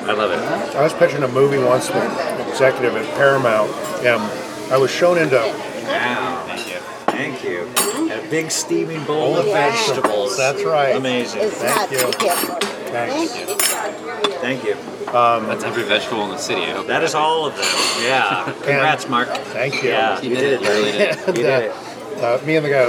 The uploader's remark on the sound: At Izzy’s Deli in Santa Monica.